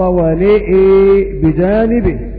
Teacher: بإمالة النون والهمزة معا في السورتين